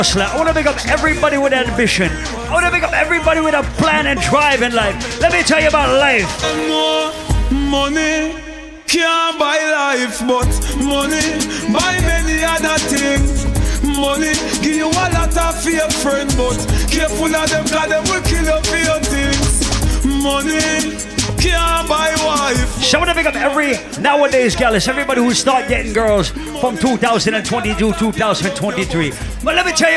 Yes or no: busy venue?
yes